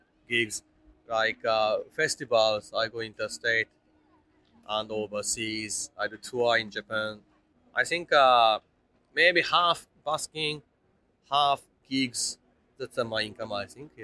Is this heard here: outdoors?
yes